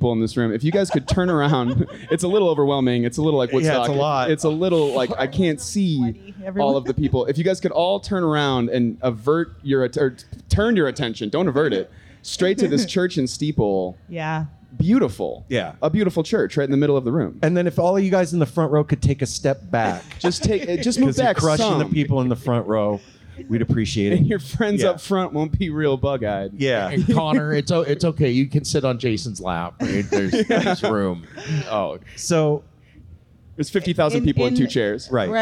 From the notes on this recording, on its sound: Cascade Equinox Festival Week. Our live podcast on Day 2 from the Cosmic Drip stage.